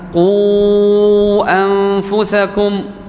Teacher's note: قوا هنا مد، مد بالواو لكن في كلمة، ثم الكلمة التي تليها بدأت بهمزة، بهمزة قطع · Term: مد منفصل